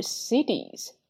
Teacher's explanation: Build 尾音的 d 也可以被轻微失爆掉 can build cities.那么 city 我们需要去注意一下哈，它这里呢本身是 t 的发音，在美式发音当中呢尾音会有一个弹舌音带出哈